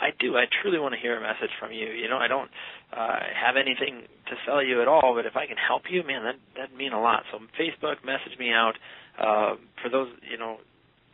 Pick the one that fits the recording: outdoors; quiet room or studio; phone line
phone line